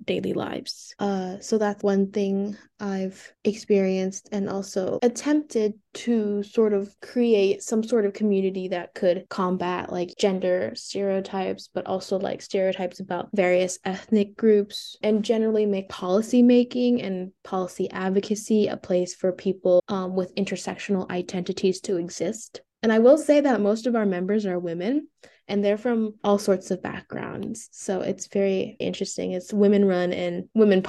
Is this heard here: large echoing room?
no